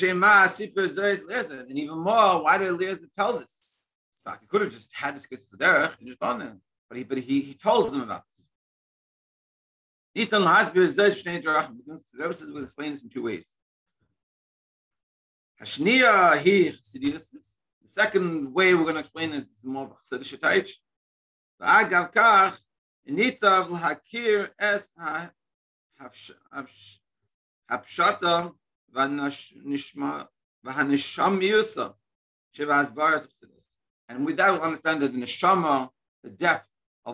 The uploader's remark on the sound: Daily Zoom Shiur